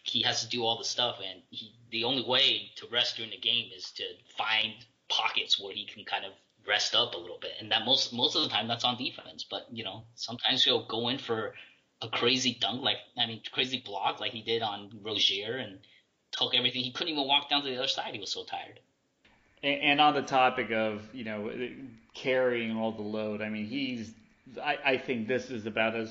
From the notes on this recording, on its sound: apologies for the sound for the past two episodes as I am mid-move.